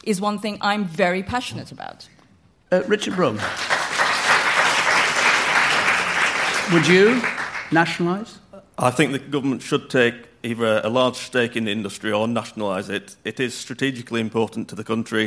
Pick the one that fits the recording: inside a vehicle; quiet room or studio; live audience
live audience